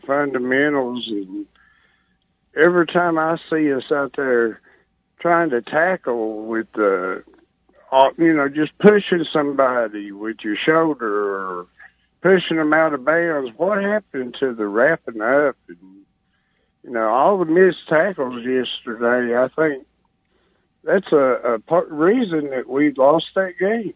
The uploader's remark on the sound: Take phone calls on the show.